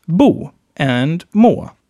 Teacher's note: They are short and end on a long emphasized vowel